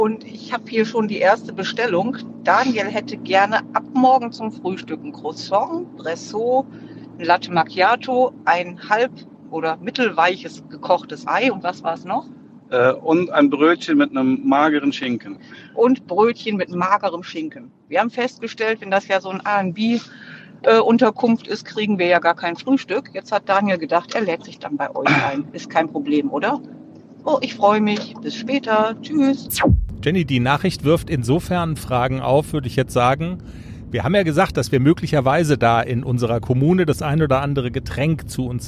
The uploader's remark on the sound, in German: Unsere Teaser live von der Autobahn.